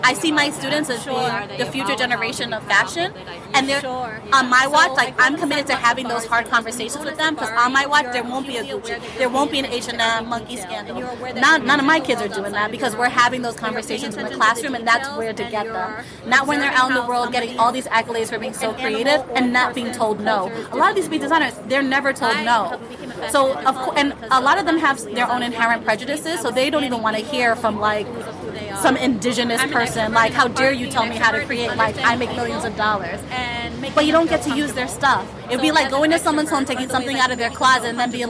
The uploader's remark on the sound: This talk is recorded in a café in Harlem. We are sitting outside, next to a busy street. I decided to publish this conversation, even if the background sounds try to overtake.